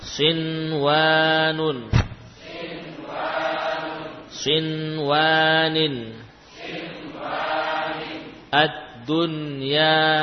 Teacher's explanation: kalimat ini dibaca dengan jelas walaupun nun bertemu dengan huruf lidah atau bertemu dengan wawu. · Term: idhar